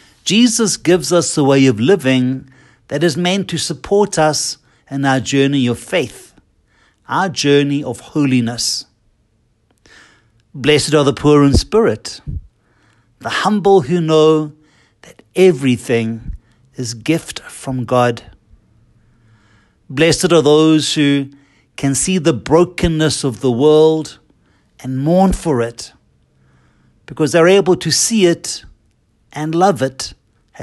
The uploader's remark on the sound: Listen to the homily preached at Holy Trinity Catholic Church in Braamfontein, South Africa, by Fr.